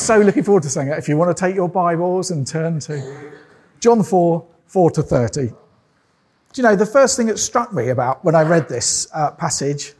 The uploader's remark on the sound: This sermon was preached at Welcome Baptist Church on Sunday 23rd October 2022.